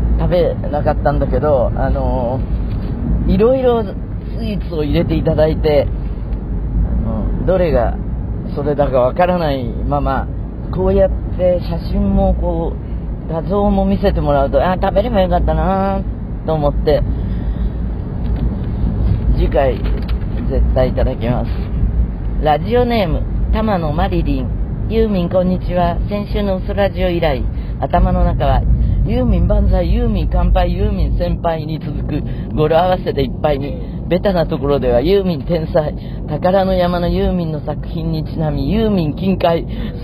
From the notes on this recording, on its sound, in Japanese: 今週はカーラジオ！超絶盛り上がったという広島公演終了後、車の中からお届けです(走行音のゴォーゴォー付き)。